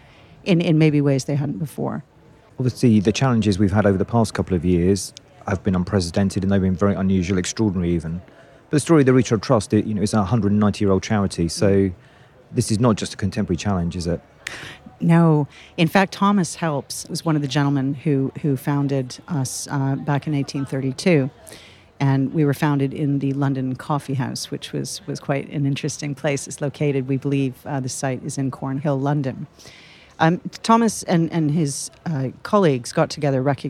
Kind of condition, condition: setting, busy venue